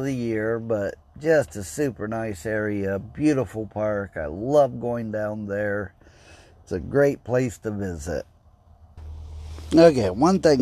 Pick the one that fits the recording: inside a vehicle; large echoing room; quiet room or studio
inside a vehicle